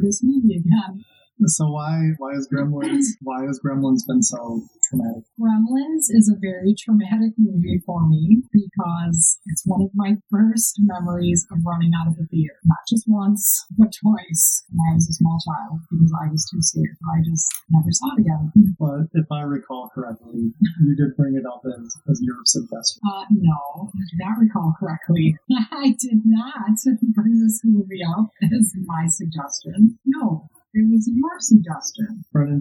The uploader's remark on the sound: fudged the recording and it sounds a lot like poop